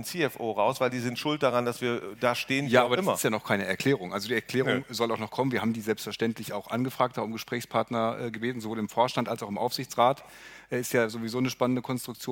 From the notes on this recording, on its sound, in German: senden live von der VISION.A-Bühne in Berlin